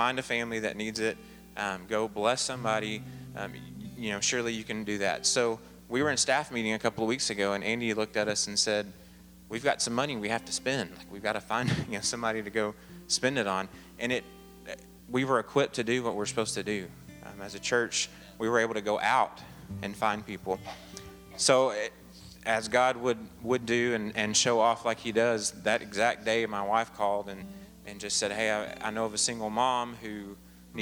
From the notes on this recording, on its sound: Advent Conspiracy Midnight Christmas Eve Service 2013 (Audio).